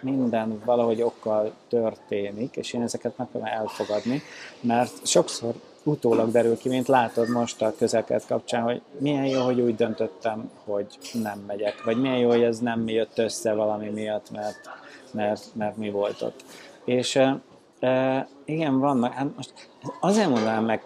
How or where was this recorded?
busy venue